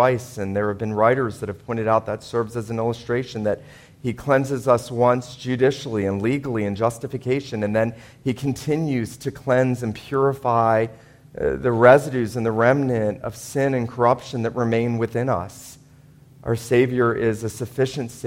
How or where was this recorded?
large echoing room